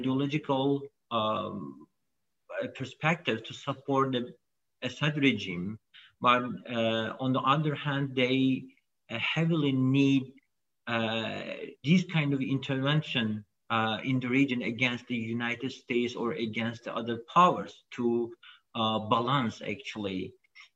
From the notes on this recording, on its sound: This public talk was conducted online via Zoom